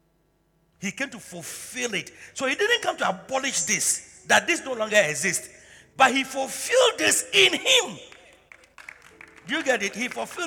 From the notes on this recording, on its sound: Preached at the Truth Cathedral, Loyalty House International